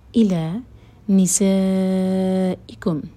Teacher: سا چار حرکہ کھینچیں گے